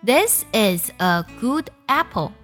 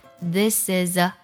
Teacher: 我们就会发现 this 和 is 可以做连读， is 和 a 可以做连读。 · Shown in: second take